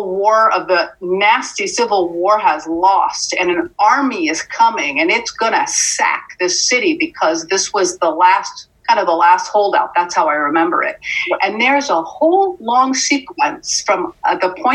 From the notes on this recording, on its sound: zoom medium on Planet Hawaii, and with minor robotic interference here and there